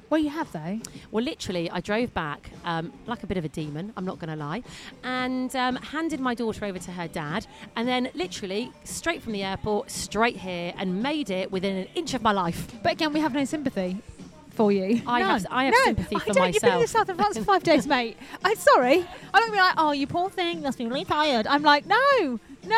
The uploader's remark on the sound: On this episode we are live from The Summer Beach Club at Meadowhall!!